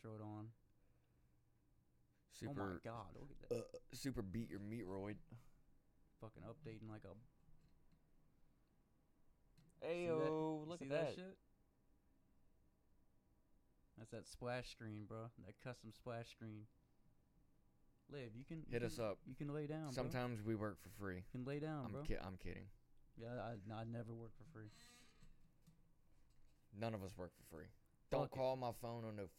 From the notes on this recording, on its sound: sorry about the audio its really low